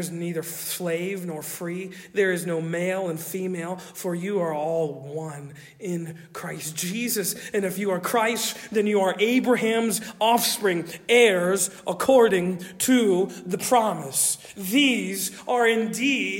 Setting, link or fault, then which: setting, large echoing room